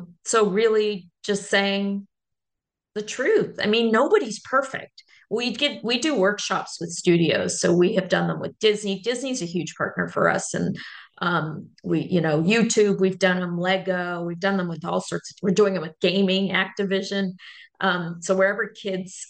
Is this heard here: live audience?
no